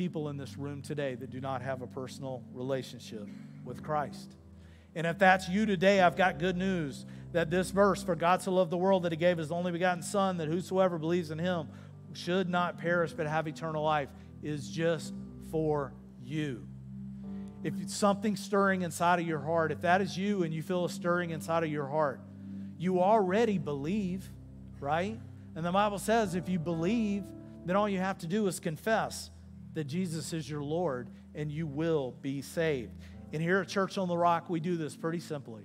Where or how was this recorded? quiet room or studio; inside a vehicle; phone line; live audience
live audience